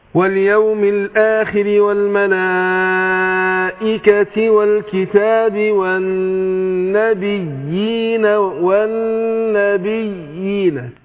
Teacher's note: فصله خفيفه بين اليائين · Term: مد تمكين